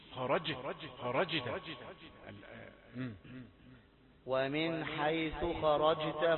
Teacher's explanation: جيم شديدة ولكن لا تشبه الشين